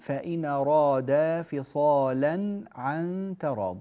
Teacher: في قوله تبارك وتعالى فإن أراد فصالا عن تراض منهما، هذه الكلمة كلمة فصالا فيها وجهان، فيها تغليظ اللام وترقيقها، فنقول فإن أرادا فصالا عن تراض منهما، هذا وجه جائز كما قرأنا في التلاوة، أو نقول فإن أرادا فصالا عن تراض، فصالا اللام هنا تكون مرققة، فإن أرادا فصالا عن تراض منهما وتشاور فلا جناح عليهما، هذه الطريقة أيضا في اللام جائزة كما أسلفنا.